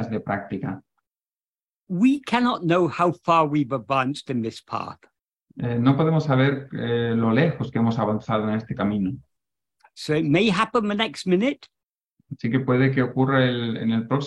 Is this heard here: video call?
yes